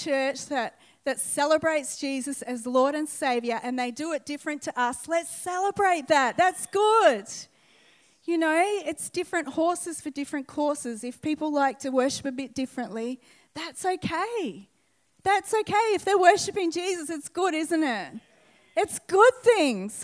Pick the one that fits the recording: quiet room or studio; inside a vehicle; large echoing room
large echoing room